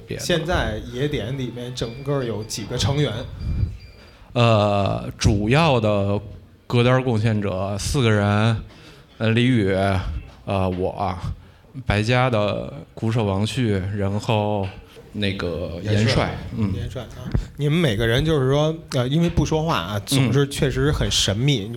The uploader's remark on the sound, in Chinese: 现在，我们将经过修整剪辑过的现场录音内容，按照每个播客一段的形式，分成 7 条主题内容进行发布。我们在北京举办了 音乐·聚我们——首届「播客松」+西海之声7周年聚会 活动。现场录音设备协力品牌：Focusrite、RODE 麦克风。